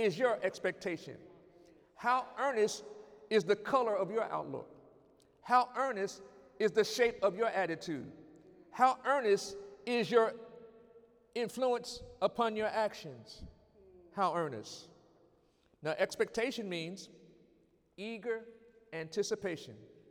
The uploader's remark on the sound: During Sunday morning service on November 17, 2019